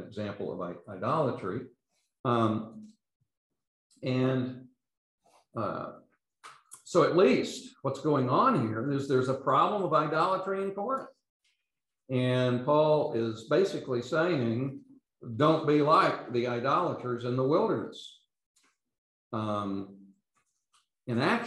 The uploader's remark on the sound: These podcasts are the recordings of the lectures.